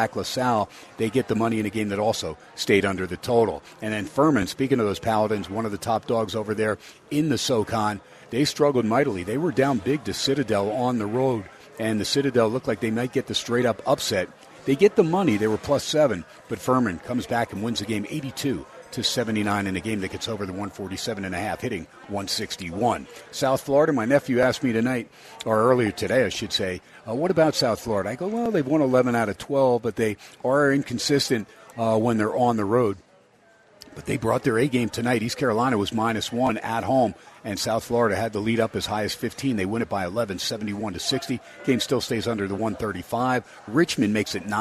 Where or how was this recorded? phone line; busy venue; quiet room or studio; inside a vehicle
busy venue